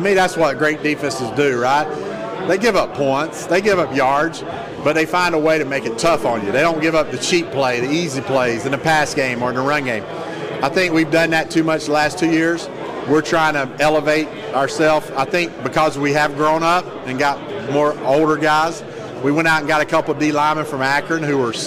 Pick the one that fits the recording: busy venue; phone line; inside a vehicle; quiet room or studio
busy venue